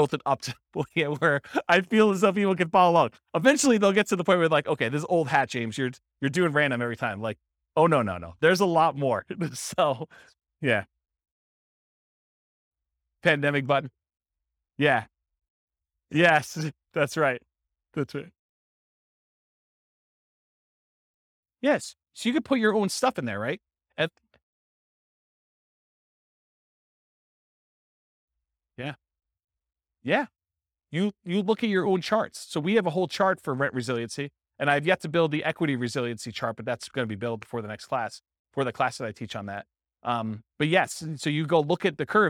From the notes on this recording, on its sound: This was a live class recorded